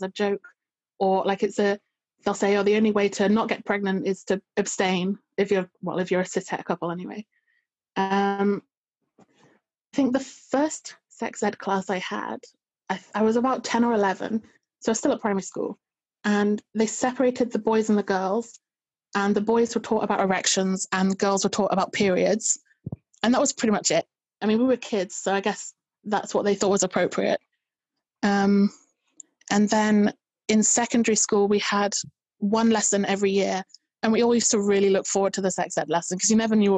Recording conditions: video call